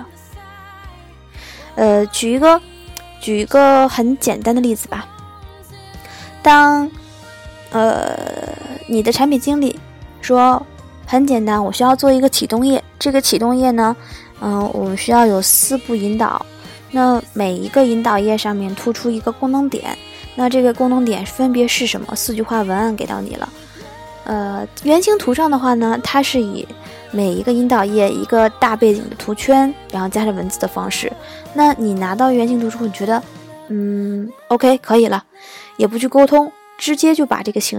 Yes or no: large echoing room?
no